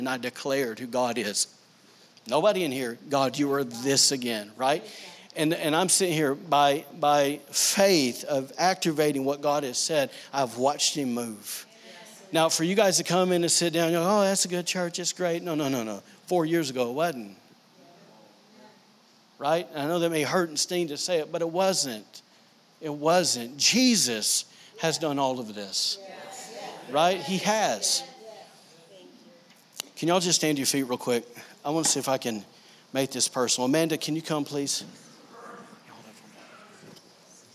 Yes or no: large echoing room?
yes